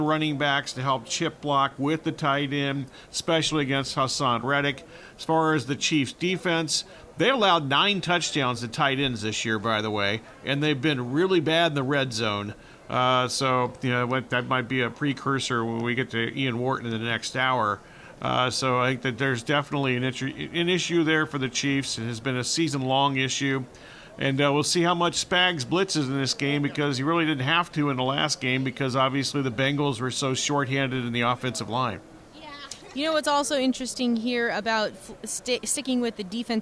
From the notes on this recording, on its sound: Extra Point live from Super Bowl Radio Row.